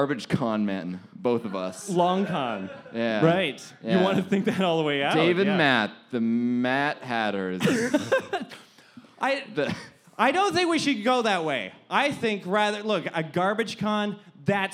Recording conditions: live audience